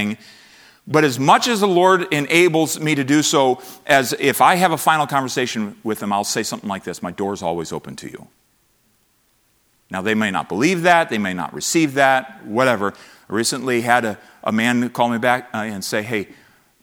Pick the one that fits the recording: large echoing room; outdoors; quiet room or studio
large echoing room